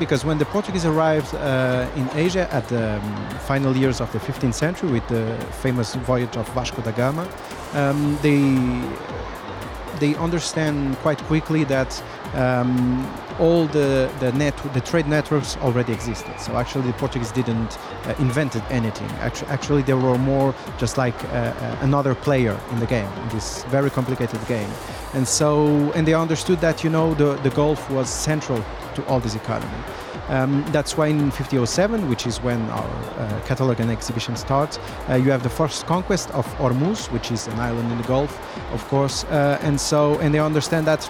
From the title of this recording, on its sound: Live from SIBF 2023